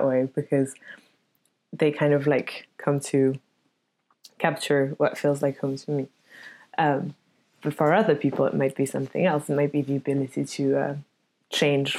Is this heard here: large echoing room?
no